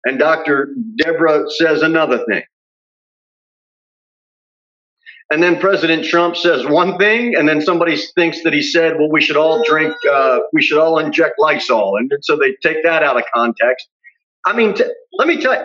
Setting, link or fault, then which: setting, large echoing room